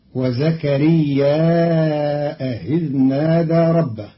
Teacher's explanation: قرأ قالون كلمتي وزكريا إذ نادى بزيادة همز منصوب بعد الألف في زكريا، فيصير مدا متصلا فيمده أربع حركات مع تسهيل همزة إذ بينها وبين الياء